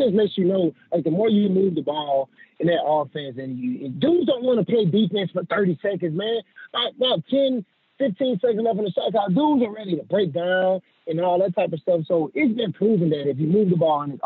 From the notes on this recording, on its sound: on the Modern Woodmen phone line